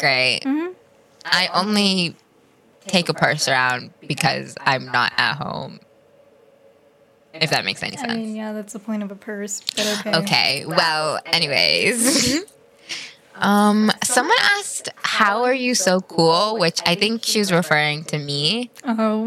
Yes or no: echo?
yes